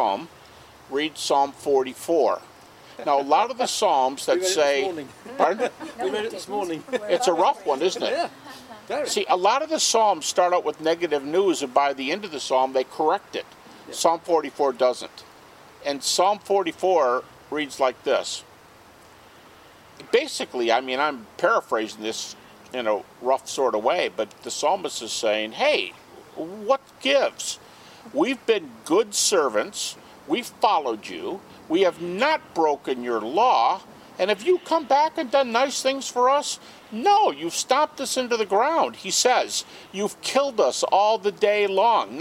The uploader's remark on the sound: at an English Garden-Party